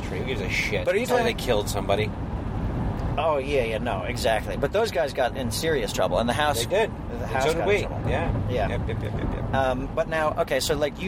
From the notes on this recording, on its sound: Another road trip, another chew session. In the car as they drive.